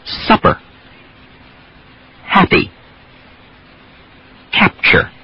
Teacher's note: a softer explosion, which actually sounds more like a B in American speech. · Term: medial P